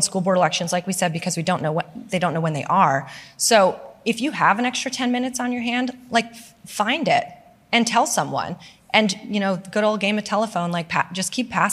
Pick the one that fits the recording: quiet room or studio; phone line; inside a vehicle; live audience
live audience